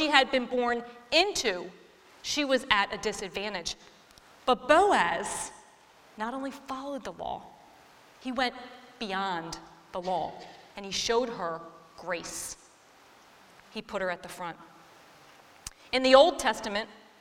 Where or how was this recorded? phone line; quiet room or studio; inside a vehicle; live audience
live audience